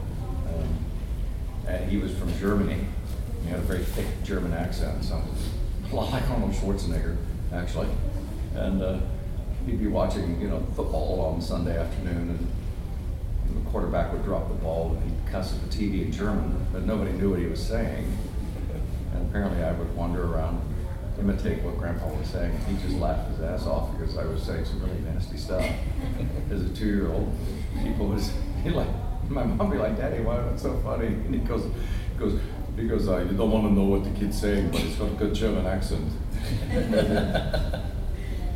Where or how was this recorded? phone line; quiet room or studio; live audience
live audience